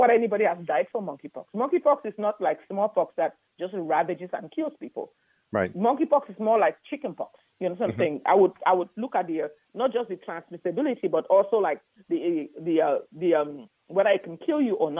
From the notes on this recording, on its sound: CALL-IN